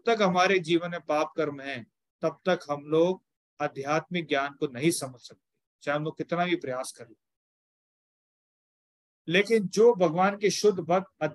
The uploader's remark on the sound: Zoom online session